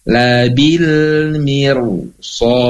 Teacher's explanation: Contohnya dalam kalimat atau dalam kata labil mirsad, betul ya, ro-nya berharokat sukun, betul ya, sebelumnya mi-nya berharokat kasroh, betul ya, mim berharokat kasroh, labil mir, kalau mir saja labil mir masih tipis, namun karena setelahnya ada sod ya, dan dalam satu kata maka menjadi tebal